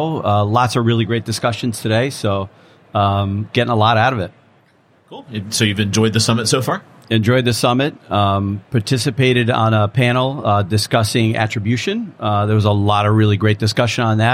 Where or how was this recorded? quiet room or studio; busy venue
busy venue